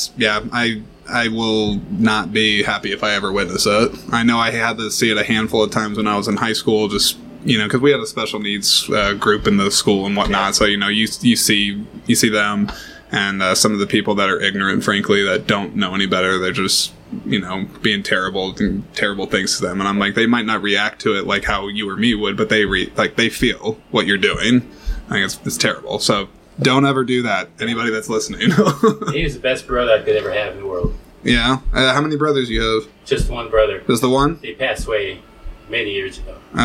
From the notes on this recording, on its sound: This episode marks the first in a limited series of exclusive conversations that were recorded on site at the 16th Annual Iowa Independent Film Festival.